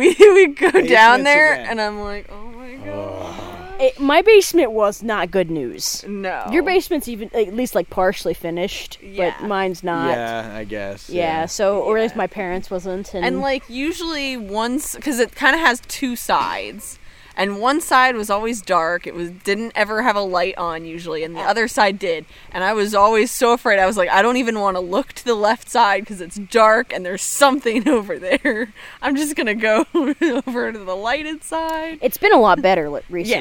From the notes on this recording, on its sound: we traveled into the woods and recorded a brief case around the campfire!